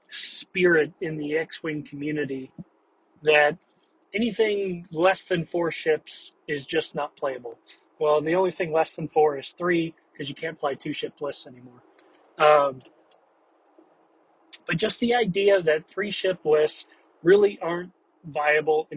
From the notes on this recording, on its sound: Thoughts from the car.